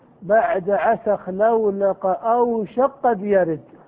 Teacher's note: أوشك قد يرد. فلهذا فإن لفظ البيت الصحيح أن تسكن أوشك، فإذا سكنت أوشك تدغمها في القاف بعدها، لأن الكاف والقاف حرفان متقاربان يصح بينهما الإدغام · Term: الإدغام الكبير